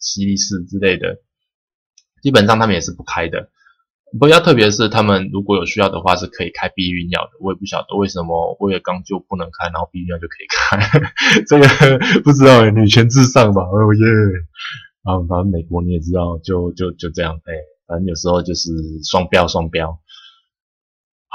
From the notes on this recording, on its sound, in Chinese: 收音品質改了反而似乎變比較不好